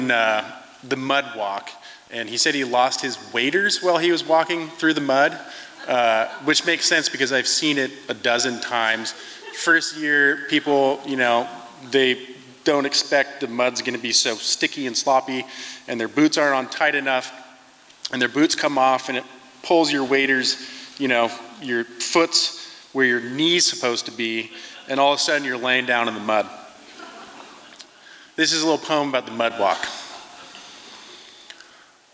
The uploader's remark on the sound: From the 2023 FisherPoets Gathering. This recording was made on Friday, February 24th, 2023, at the Liberty Theatre in Astoria, OR as part of the FisherPoetry Archive Project.